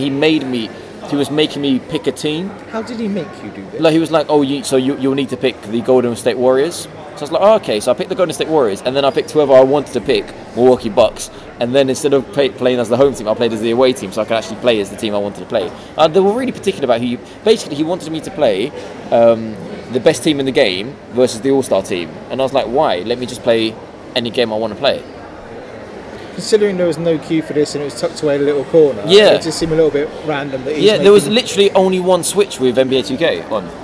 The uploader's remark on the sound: EGX 2017. Recorded directly from the Starbucks at EGX.